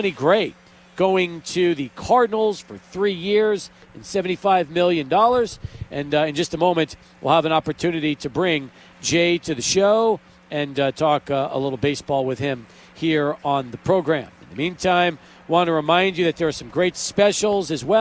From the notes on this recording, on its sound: Live at The District Pub & Kitchen.